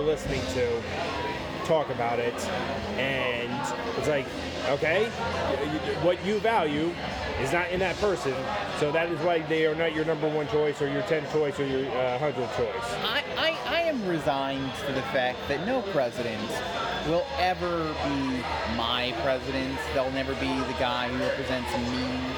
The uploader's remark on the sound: Saturday night at a brewery with live music